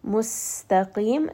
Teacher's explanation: you are going to feel a little bit of that whistling as the air escapes through the gaps in your teeth. Mustaqim, and then just allow that sound to kind of flow through just for a moment to give it that characteristic of safir.